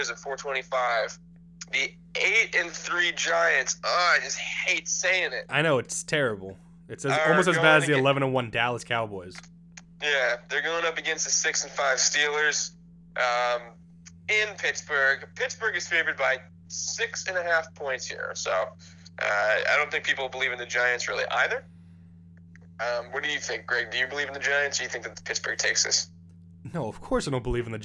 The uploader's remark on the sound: The technical difficulties hit hard this week and the guys had to resort back to recording over the phone.